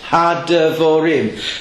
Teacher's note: So it's not had-vorim. The dogish makes the shavo underneath pronounced had-devorim. Just because you're pronouncing the shavo doesn't put a stress on it.